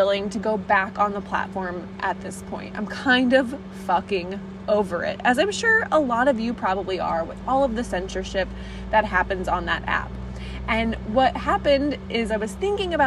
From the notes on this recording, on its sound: I’ll record an impromptu episode about the thought’s brewing in my head while I drive.